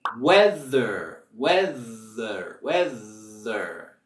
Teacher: Y ahí tenemos nuestro sonido TH sonoro. Weather, weather, weather. Se siente esa vibración.